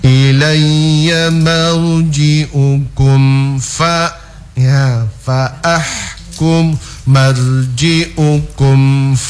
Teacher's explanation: Berarti dia dibaca secara idhar ya. Mim sukunnya dibaca jelas. Karena dia dibaca jelas, maka tidak perlu dilamakan di situ ya.